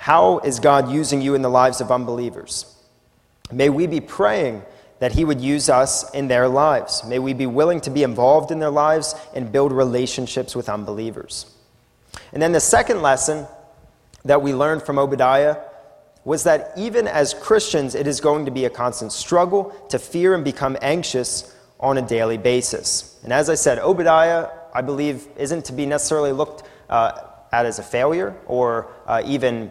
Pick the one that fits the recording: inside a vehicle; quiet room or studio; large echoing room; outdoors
large echoing room